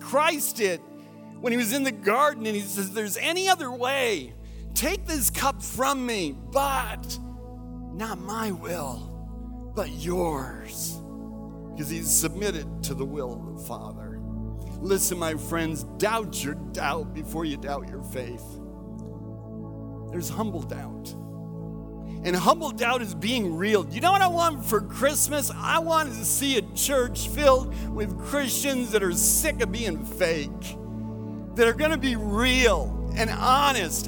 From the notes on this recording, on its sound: recorded at Central: A Christ-Centered Church